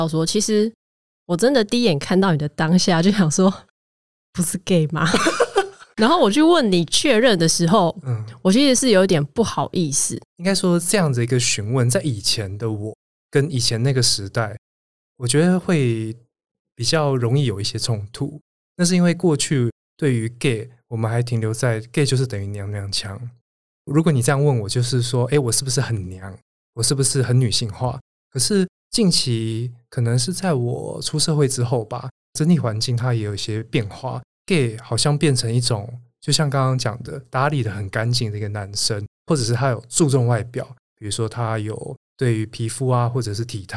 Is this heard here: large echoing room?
no